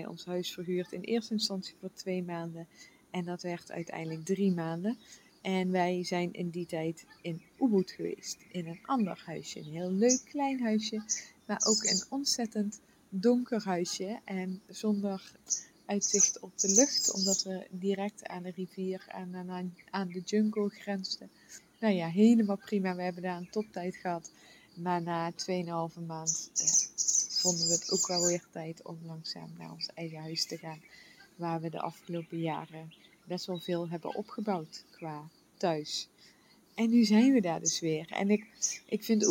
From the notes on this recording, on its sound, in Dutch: Na 3 maanden zijn we weer terug in ons eigen huis op Bali! Vogelgeluiden én weer vanuit de hangmat!